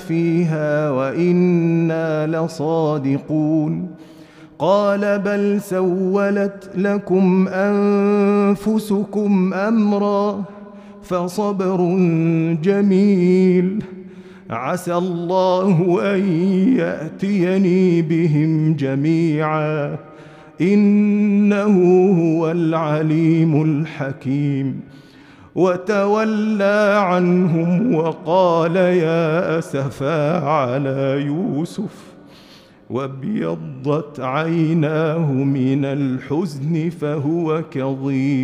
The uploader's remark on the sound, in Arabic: مسجل من صلاة التراويح بمسجد السلام بحي مشرفة بجدة